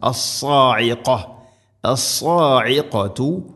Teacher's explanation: ഖാഫ് തൊണ്ടയുടെ മുഗൾ ഭാഗം കഴിഞ്ഞ് ചെറുനാക്ക്.